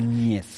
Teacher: Es un sonido nasal porque el aire sale por la nariz, palatal porque apoyamos la lengua contra el paladar. Núñez. Y sonoro porque cuando lo realizamos vibran las cuerdas vocales.